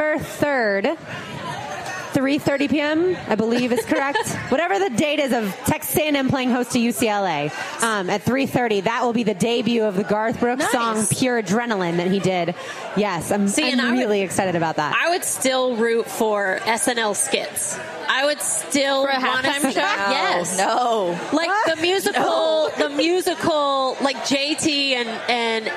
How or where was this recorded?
live audience